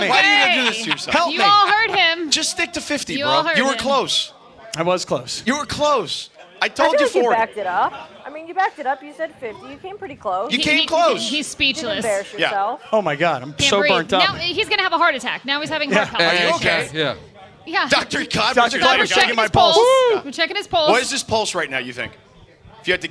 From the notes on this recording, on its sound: Live from Black Gold Golf Club. Live from the ESPN LA Golf Classic at Black Gold Golf Club in Yorba Linda.